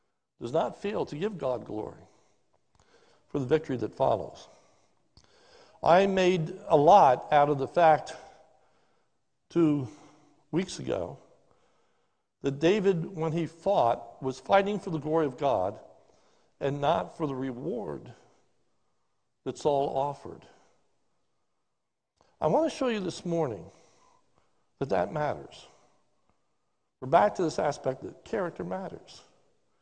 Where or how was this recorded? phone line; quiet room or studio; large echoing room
large echoing room